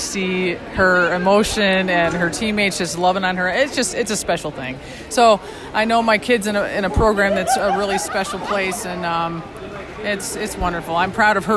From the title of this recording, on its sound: On the Floor at WCWC Nationals